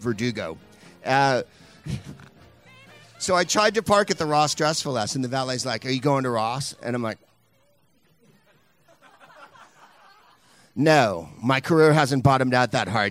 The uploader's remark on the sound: Live from Flappers Comedy Club in Burbank